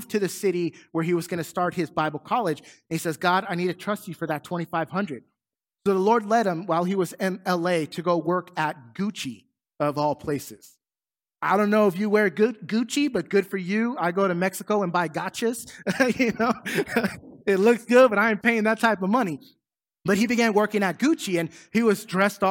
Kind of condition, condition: setting, large echoing room